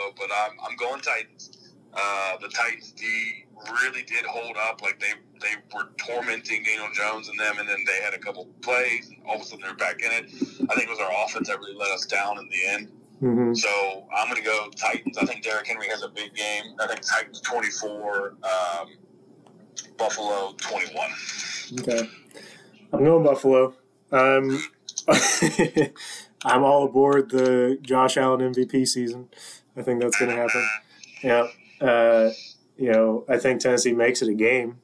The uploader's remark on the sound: We apologize for the audio quality. Had some technical issues.